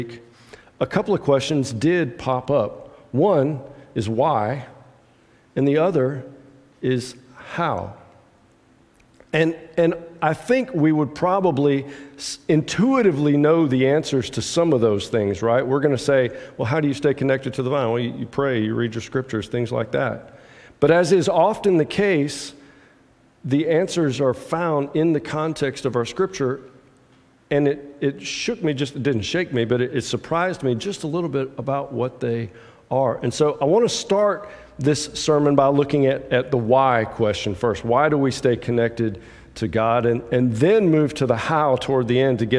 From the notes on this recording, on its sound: preaches from John 15:1-12 at the 8:30 contemporary service at Restore